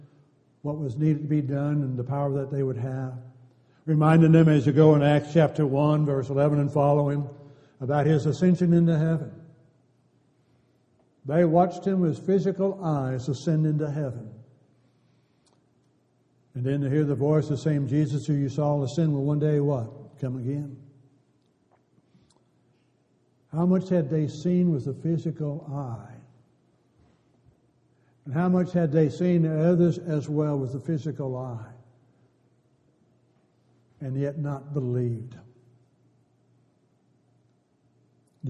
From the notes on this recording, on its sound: Downtown Church Of Christ Audio Sermon